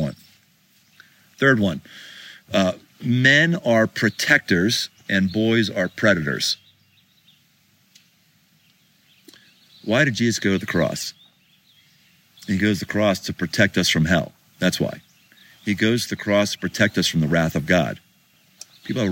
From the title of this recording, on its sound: Live from Pikes Peak